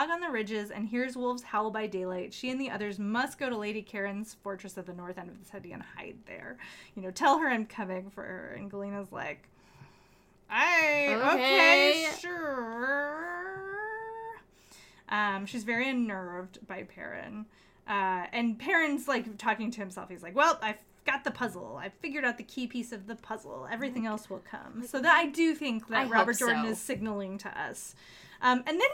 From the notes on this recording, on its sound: Apologies in advance for the less-than-perfect audio -- we were recording whilst in a cabin in the woods and did our best, but the closing section in particular is much louder than the rest of the episode.